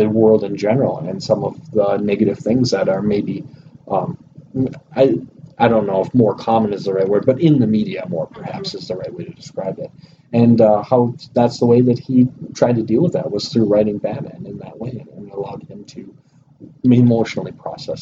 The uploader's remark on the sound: Please pardon the audio issues! We updated our recording set up and need to fine tune the process again!